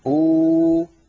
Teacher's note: أبدل الهمزة الساكنة واوا مجانسة لضمة الهمزة الأولى فتصير أو